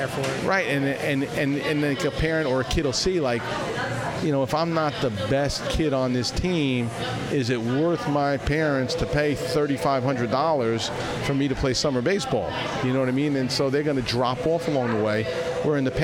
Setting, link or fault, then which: setting, busy venue